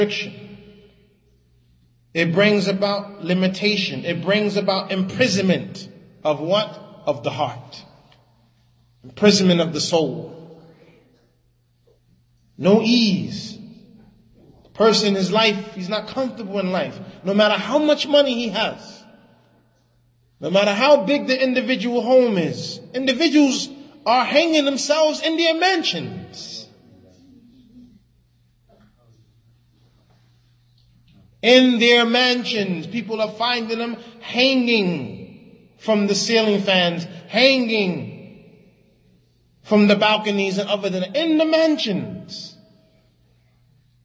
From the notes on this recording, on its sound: Lecture given at Masjid Nur Allah, Queens, NY